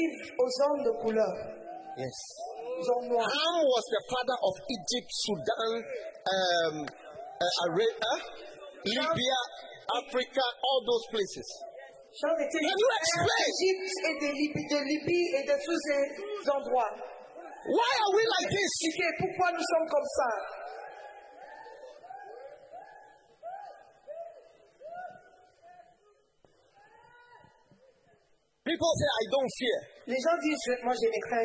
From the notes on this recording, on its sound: Preached at the Day 3 of the Healing Jesus Campaign Pastors Conference in June 2023, Libreville-Gabon.